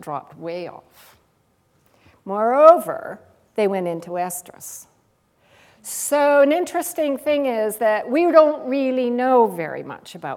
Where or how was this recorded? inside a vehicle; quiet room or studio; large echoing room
large echoing room